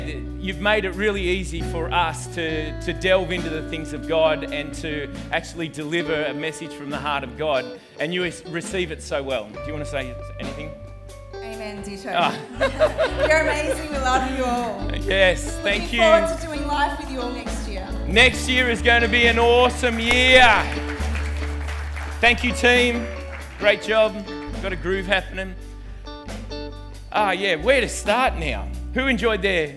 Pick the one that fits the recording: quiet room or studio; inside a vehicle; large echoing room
large echoing room